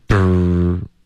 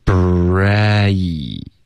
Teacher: 你爆破一个 b 的音呢要直接进入到一个 r 有一个 r 的音 · Term: 融合音